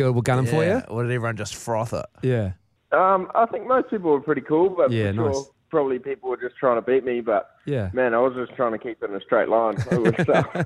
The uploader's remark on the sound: We are joined on the phone